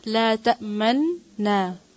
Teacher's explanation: یعنی غنہ کرتے ہوئے ہونٹوں کو گول کرنا · ٹھیک ہے اس کے پڑھنے کے دو طریقے ہیں لا تأمننا ایک نون مشدد سے لیکن نون کی پہلی آواز میں ہونٹوں سے پیش کو ظاہر کریں گے